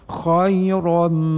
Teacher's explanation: nun mati bertemu dengan mim menjadi idgham. Jadi lafadznya khayram.